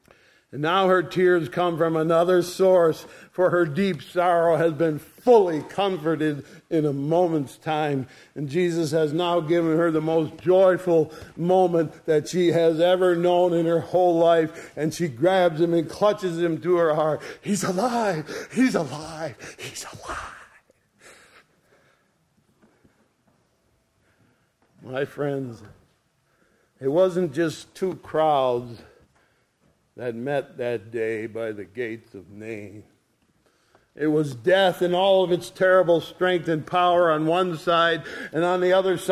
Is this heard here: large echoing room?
yes